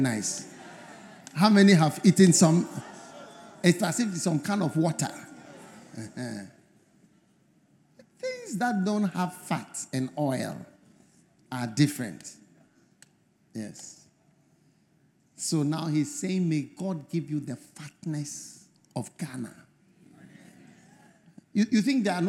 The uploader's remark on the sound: Preached At The First Love Centre, Accra, Ghana